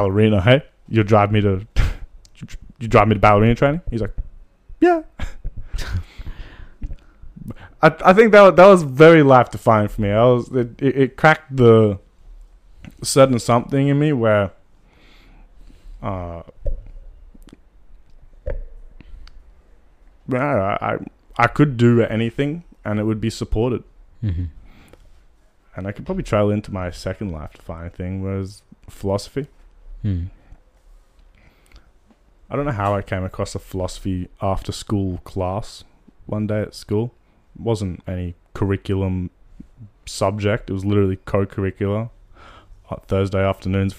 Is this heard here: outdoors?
no